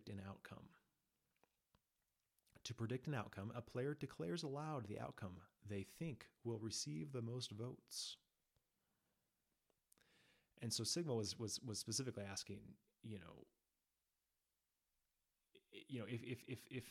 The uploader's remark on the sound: Apologies for the quiet audio, I'll get it eventually!